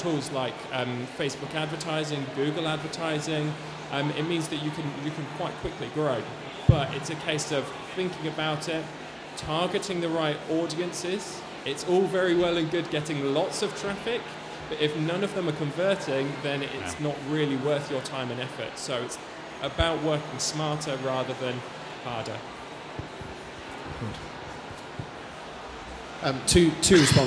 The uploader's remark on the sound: Expo East 2018 discussion panel.